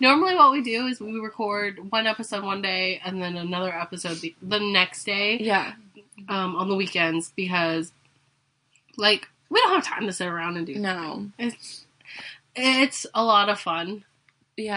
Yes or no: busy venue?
no